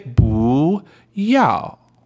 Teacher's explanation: Whenever it comes before another fourth tone, and 要 is indeed a fourth tone, the 不 changes to a second tone. 不, it's rising.